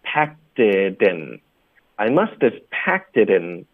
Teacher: It 也跟后面的 in 会连读